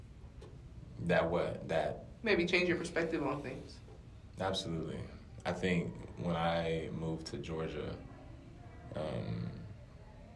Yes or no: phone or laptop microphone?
yes